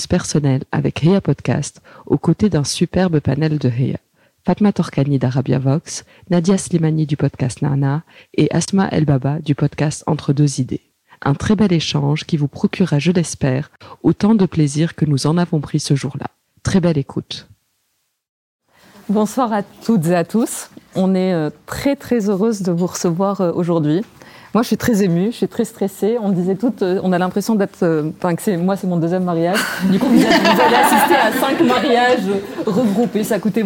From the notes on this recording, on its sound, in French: L’enregistrement du Heya talk « femmes arabes dans le monde du podcast » organisé il y a quelques mois à Paris. Les Heya talks sont des événements physiques dont le but est d’échanger, se rencontrer, partager et faire avancer nos idées sur des sujets spécifiques.